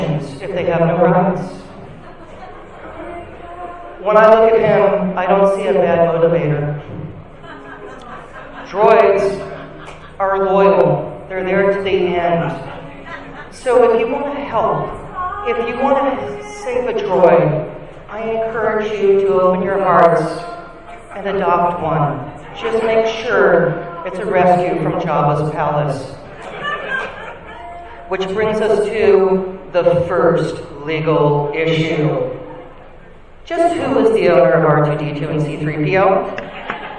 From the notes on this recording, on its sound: Recorded live at Nerd Nite East Bay.